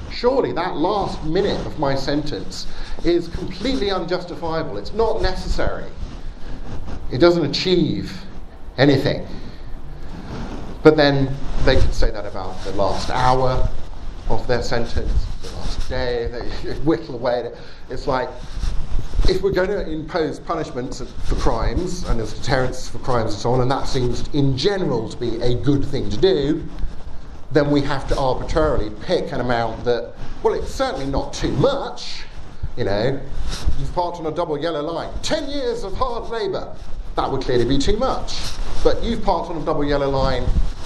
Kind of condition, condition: setting, live audience